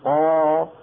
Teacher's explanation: تتجلى جزئيا في التفريق بين المرتبة الأولى والثانية، بين قالوا وبين قد، فإن الفم ينفتح ويمتلئ بصدى الحرف وهو القاف هنا أكثر إن كان بعدها ألف قا، بينما إن كان مفتوحا فإن الفم يخرجه وينتقل مباشرة لإخراج الحرف الذي بعده قد، فلا يمتلئ امتلاء كاملا، يعني فرق ضئيل جدا، لكن الفرق يكون واضحا جليا هنا في المرتبة الرابعة. · Term: تفخيم